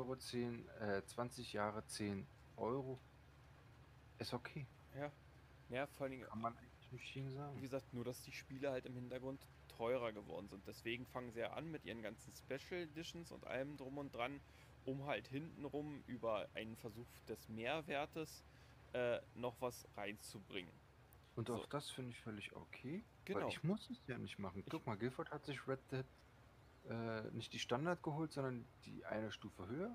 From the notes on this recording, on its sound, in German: Im Hintergrund wurde Farming Simulator gespielt, daher die coolen Sounds.